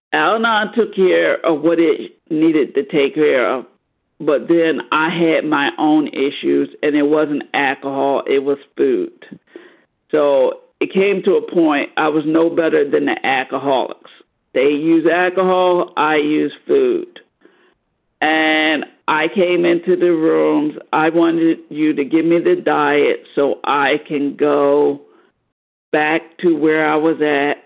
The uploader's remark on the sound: 100 Pounders Phone Meeting